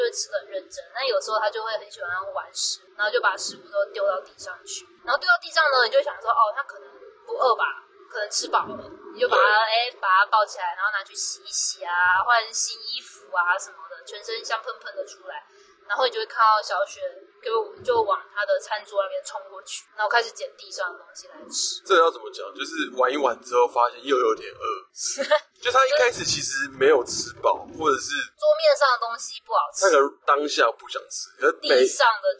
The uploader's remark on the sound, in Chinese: 本集為車上錄音，音質有點糞